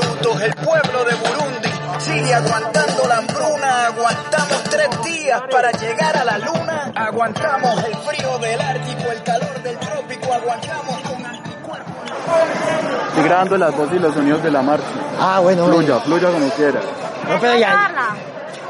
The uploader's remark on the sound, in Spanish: Tercer entrega de las grabaciones realizadas durante la movilización del 28 de mayo del 2021 en la ciudad de Armenia - Quindío.